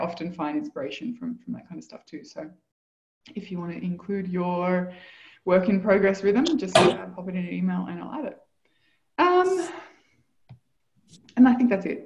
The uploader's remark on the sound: Live Community Call